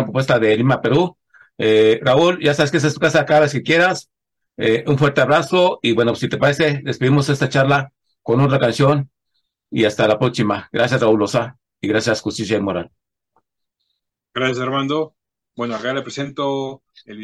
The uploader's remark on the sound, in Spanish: Charlamos via zoom